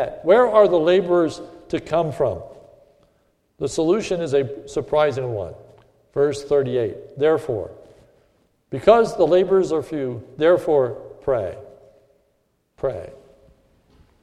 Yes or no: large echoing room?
yes